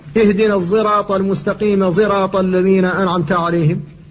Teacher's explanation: وبعد الهمزة الفرع الثاني من فروع الحروف الصاد المشمة زايا، الصاد التي فيها صوت الزاي